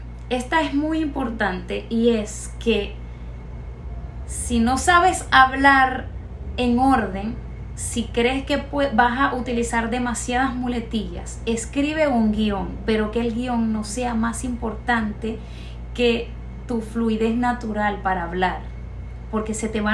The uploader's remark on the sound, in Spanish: Disculpen el ruido del fondo de mis hijas, no hubo manera, XD